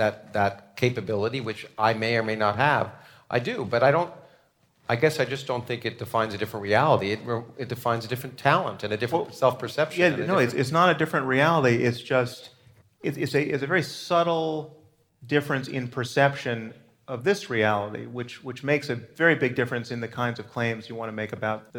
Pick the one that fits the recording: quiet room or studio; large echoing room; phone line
large echoing room